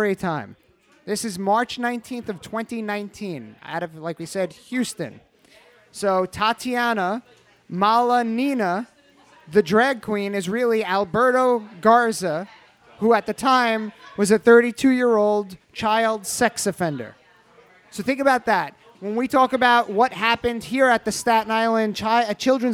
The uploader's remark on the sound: Recorded LIVE in front of an audience at Staten Island, New York's Castleton Corners Pub. Over drinks and even a few questions from the audience.